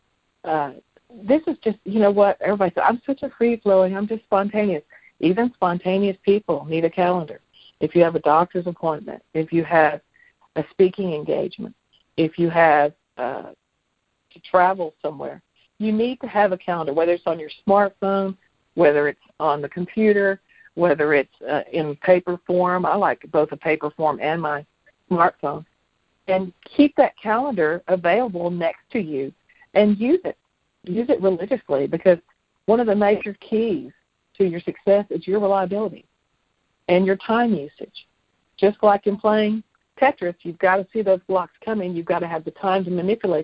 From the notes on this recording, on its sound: jumped on the phone